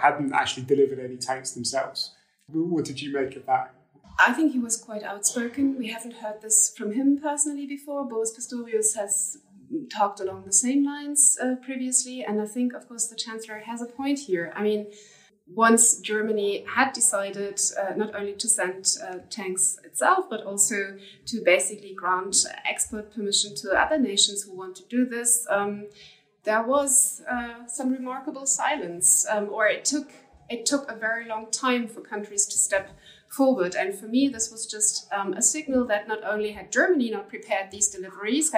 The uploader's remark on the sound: Live from the Munich Security Conference